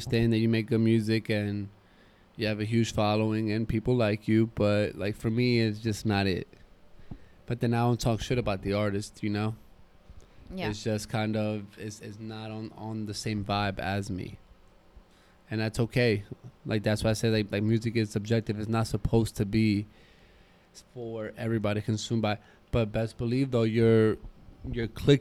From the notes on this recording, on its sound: record on their balcony outside